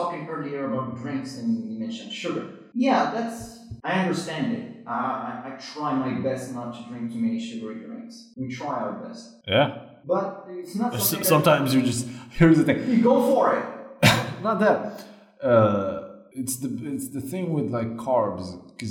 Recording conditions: poor sound quality